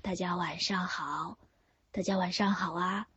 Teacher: 这个声音就是虚声、气声比较多